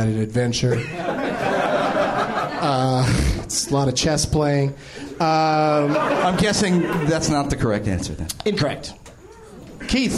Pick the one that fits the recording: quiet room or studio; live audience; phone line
live audience